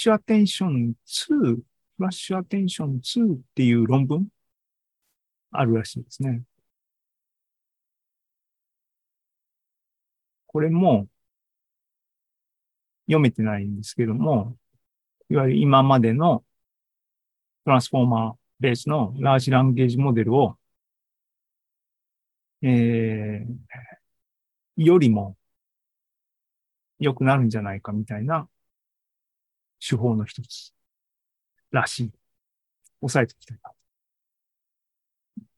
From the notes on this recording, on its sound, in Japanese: ２０２３年７月２９日に開催した ZOOMライブの模様です